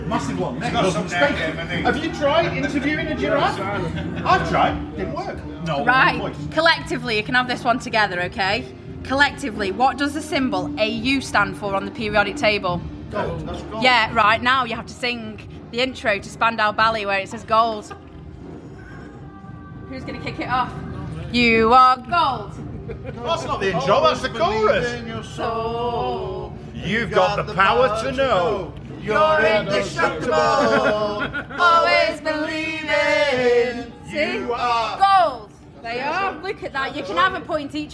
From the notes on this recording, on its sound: in the depths of the press area at SOS Festival